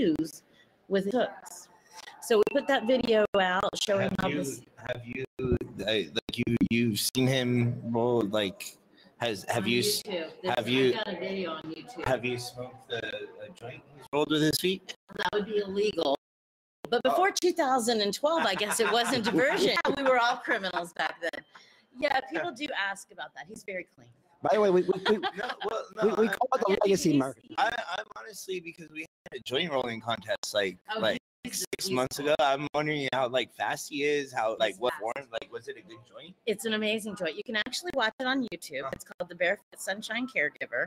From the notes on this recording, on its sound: NORML Lobby Days Florida Capitol. WE ARE LIVE FROM THE CAPITOL!